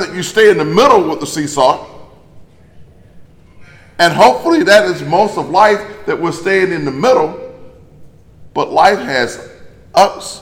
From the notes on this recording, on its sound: In a sermon recorded live at Greater Bethel in Athens